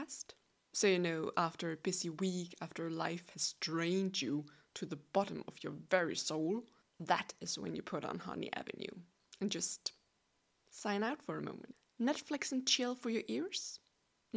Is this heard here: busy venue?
no